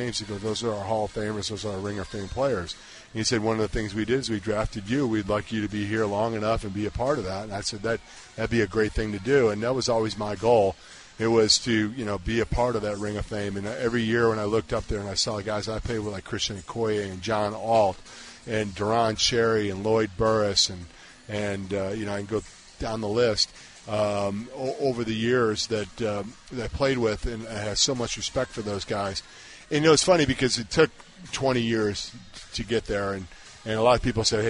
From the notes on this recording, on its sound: live from Hollywood Casino!